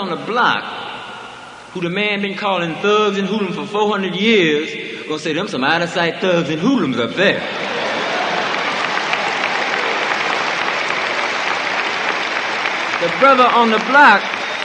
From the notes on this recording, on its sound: At Free Huey Rally